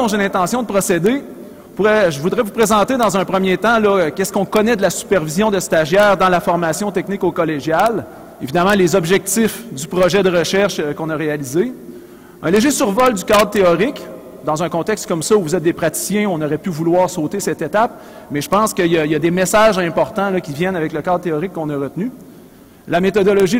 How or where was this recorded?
live audience